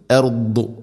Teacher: ബാദ് നാവിൻ്റെ ഏതെങ്കിലും ഒരു സൈഡ് അണപ്പല്ലുകളോട് ചേർന്ന് നിൽക്കണം